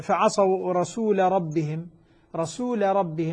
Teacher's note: اللام في الراء لا تدغم لأن اللام مفتوحة بعد ساكن